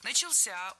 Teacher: Ну и давайте повторим сегодняшние проблемные глаголы. Начался — ударение на возвратную часть «ся»